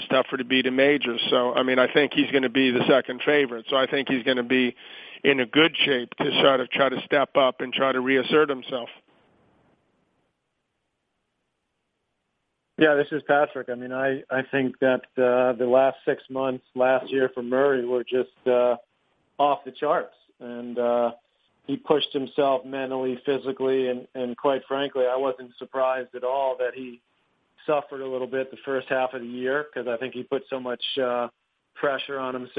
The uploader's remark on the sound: Wimbledon Conference Call